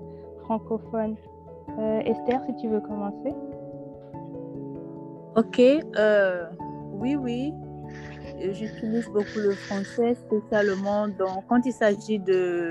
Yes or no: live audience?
no